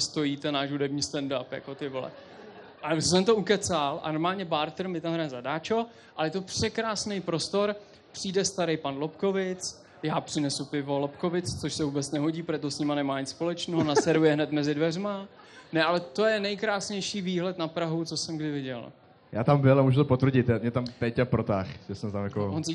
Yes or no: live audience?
yes